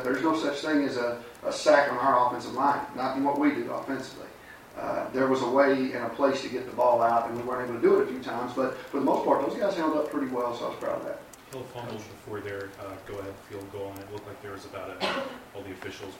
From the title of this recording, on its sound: Press Conferences & Post-Game Interviews